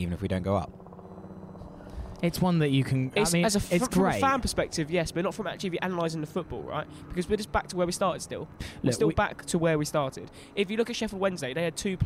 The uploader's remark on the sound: Went to Craven Cottage to record a Play-Off special. Took to the Johnny Haynes stand.